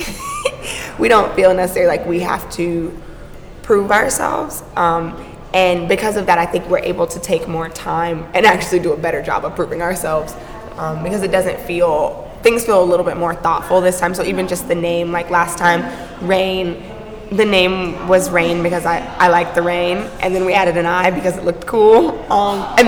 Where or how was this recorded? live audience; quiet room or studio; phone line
live audience